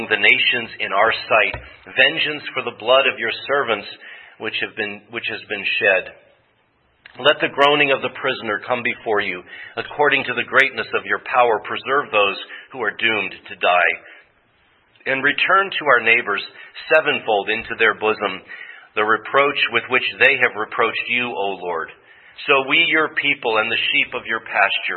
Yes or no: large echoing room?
yes